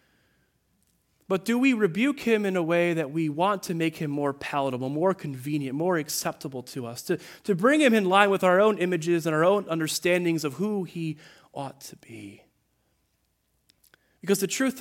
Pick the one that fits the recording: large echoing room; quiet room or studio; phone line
large echoing room